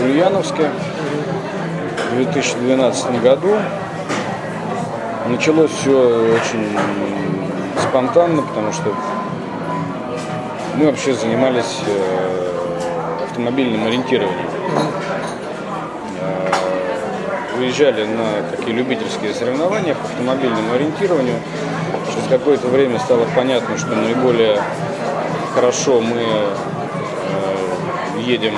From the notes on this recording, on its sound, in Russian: был записан в одном из московских кафе